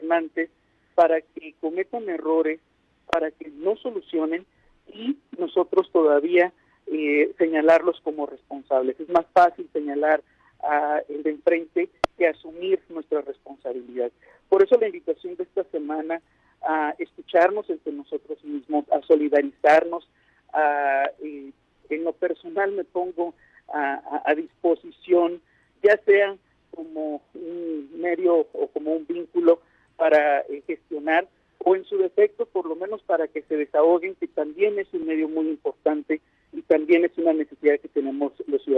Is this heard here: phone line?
yes